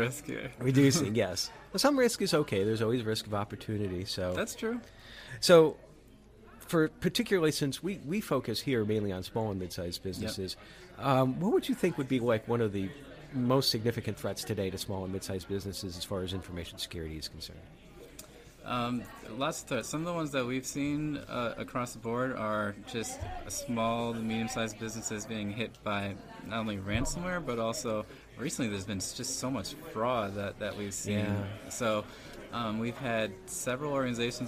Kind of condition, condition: setting, busy venue